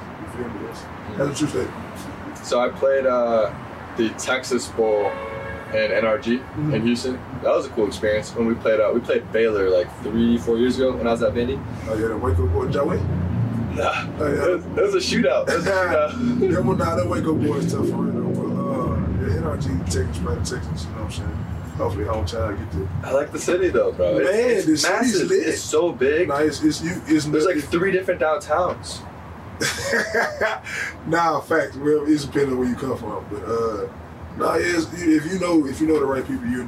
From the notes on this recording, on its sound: In the truck. Due to power outage audio improves at 27 min.